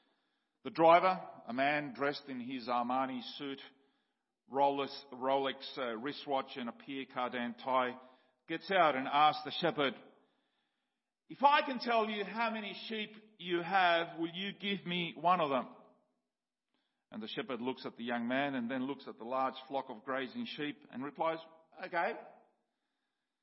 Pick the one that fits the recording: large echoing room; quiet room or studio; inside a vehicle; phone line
large echoing room